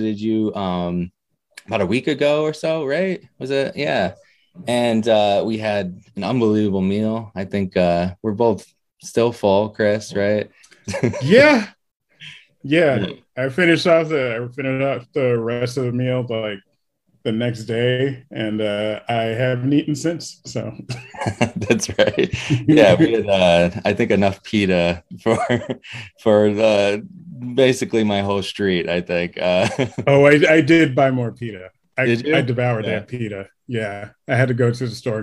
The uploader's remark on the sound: Recorded Live on Zoom